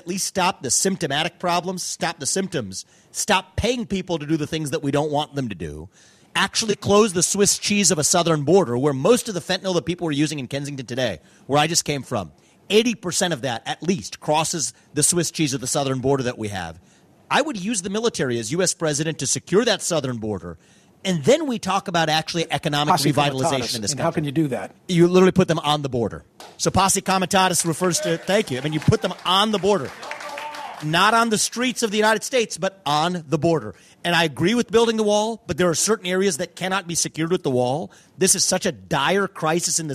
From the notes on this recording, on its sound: At the historic Centre Theater in Norristown, PA for a SiriusXM Town Hall. With a live studio audience.